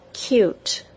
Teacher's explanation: the long U sound, U, begins with a very distinct Y sound